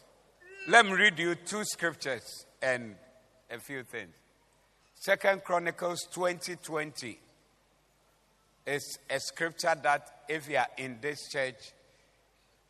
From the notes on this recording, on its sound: Preached at the Doxa Service 14052023.